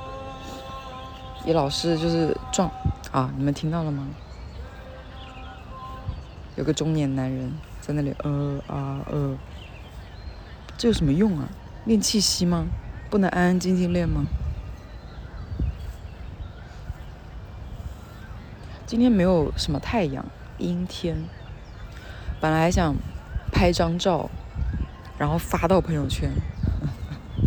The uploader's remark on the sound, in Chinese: 带你们去公园散步，杂音很大